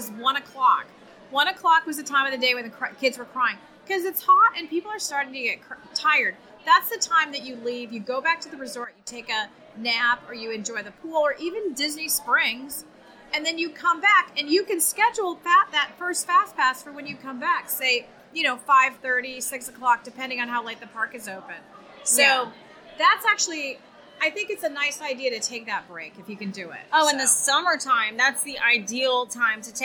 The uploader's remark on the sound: We are reporting live from Columbia Harbor House.